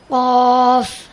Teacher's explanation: জিহ্বার গোড়া তার বরাবর উপরের তালুর সঙ্গে লাগায়া একটি বর্ণ একটি হরফ উচ্চারিত হয়